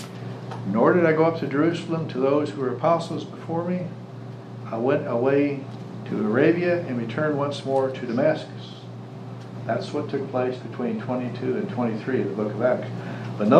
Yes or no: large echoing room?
yes